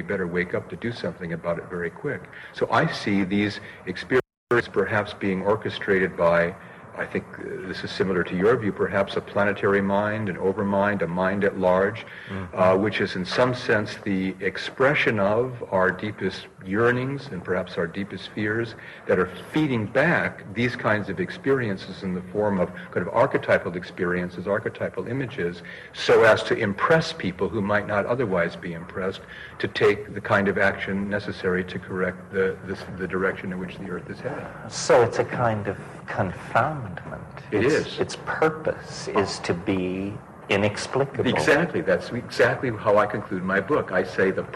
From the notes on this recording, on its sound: This video was created shot on location in Prague, Czechoslovakia during the International Transpersonal Conference in June 1992, known at Prague Gnosis .